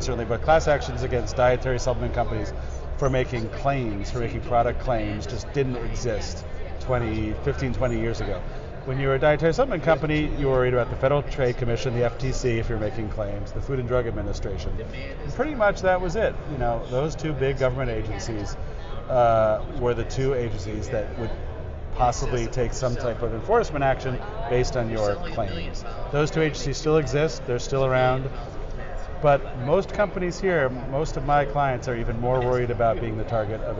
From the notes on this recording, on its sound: In this podcast, recorded on the expo hall of SupplySide West in Las Vegas in September 2017.